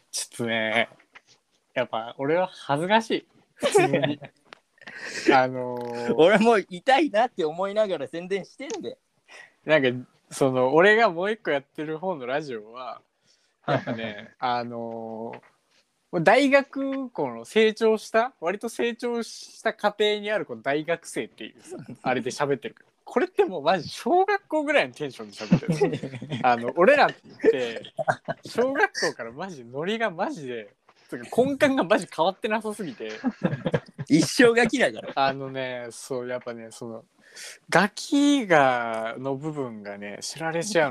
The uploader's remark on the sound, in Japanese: リモート収録のためお聞き苦しいところもありますがご了承ください